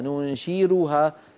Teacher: إن قرأت لورش تقرأها بالراء وترققها · Term: ترقيق الراءات